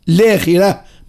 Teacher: يجوز باش نقول الاخره من غير نطق الهمزه